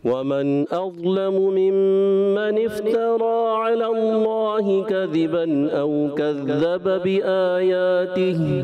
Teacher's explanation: اب جیسے آپ نے پڑھا بی آیاتی، اب بی آ کو بھی کھینچنا ہے، یا کو بھی کھینچنا ہے، اب ایک کھینچے ایک نہ کھینچے تو عجیب سا ایک وہ ہو جاتا ہے. · Term: مد اصلی